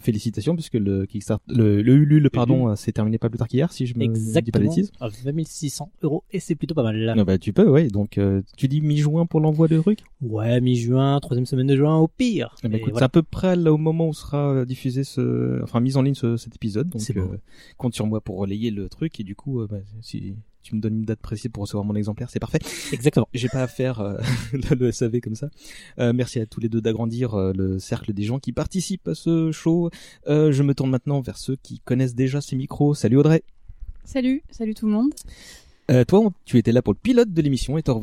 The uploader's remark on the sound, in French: Enregistré dans la belle librairie. Cet épisode était enregistré en présence de 5 membres de l’équipage.